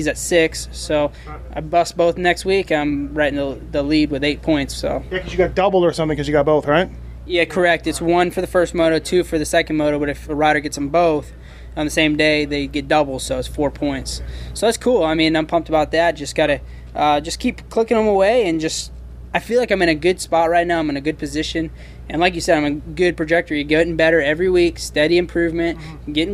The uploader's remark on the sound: Budds Creek 2013 Post-Race Interviews